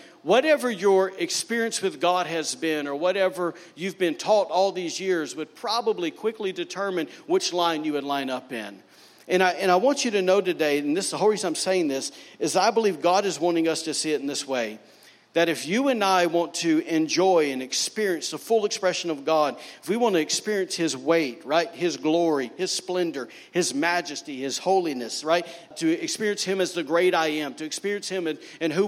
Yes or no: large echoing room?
yes